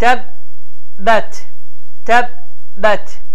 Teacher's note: bə hərfi şiddətli olduğuna görə hava axını dayanır · Term: qalqalə